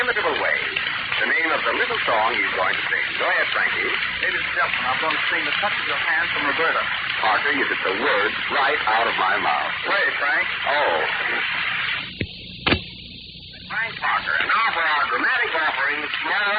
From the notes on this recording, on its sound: Audio is poor. I tweaked the audio to cut out some of the noise.